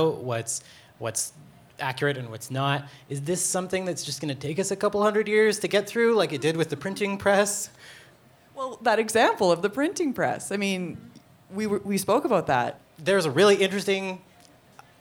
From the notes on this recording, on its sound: We brought out a panel of speakers to The Needle Vinyl Tavern in Edmonton. They answered audience questions.